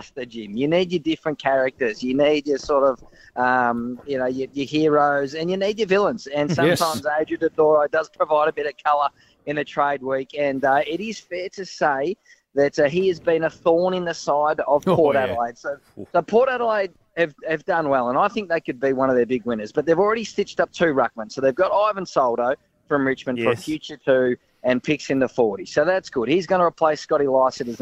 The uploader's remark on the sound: Live from AFL House on Trade Deadline Day. Live from the trading floor.